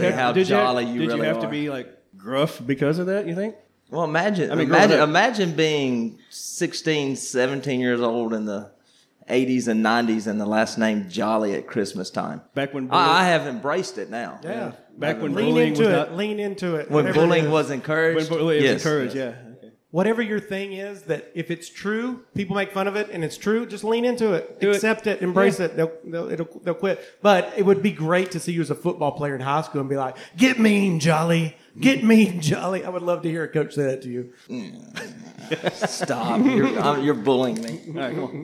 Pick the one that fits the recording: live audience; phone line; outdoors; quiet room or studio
live audience